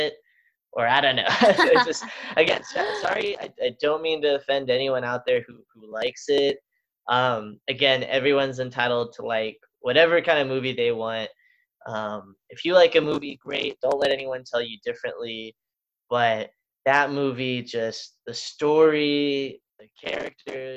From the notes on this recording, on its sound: we did this over Zoom and my connection was not the best, plus I don't have a real microphone, so the audio may a little off